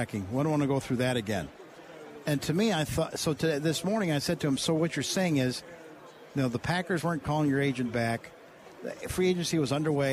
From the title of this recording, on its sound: Live From Super Bowl Radio Row